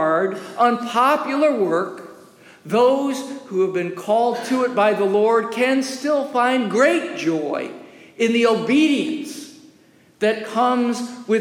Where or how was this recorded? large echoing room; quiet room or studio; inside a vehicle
large echoing room